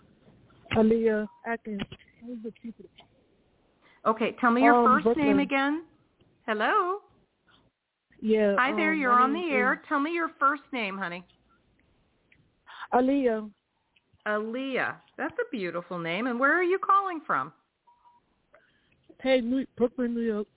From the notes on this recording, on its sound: in response to callers' questions